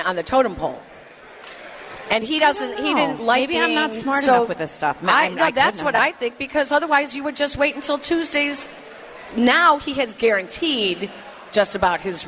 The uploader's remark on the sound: live at Football Fest at Hard Rock Casino Northern Indiana